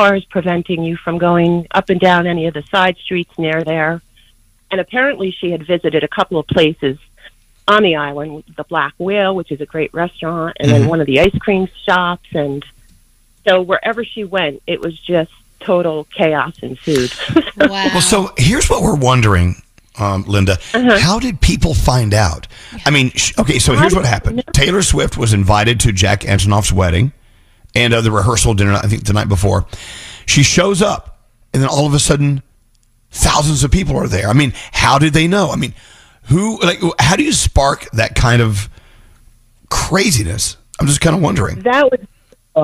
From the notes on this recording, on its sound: our listeners call